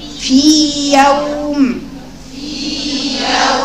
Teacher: الياء المادية غير الياء اللي من وسط اللسان